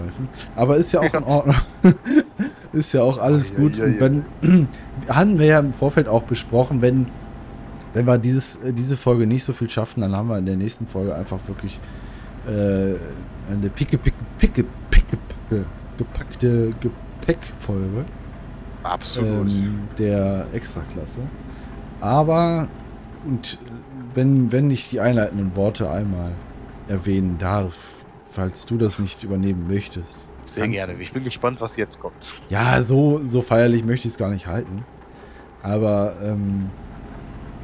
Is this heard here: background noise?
yes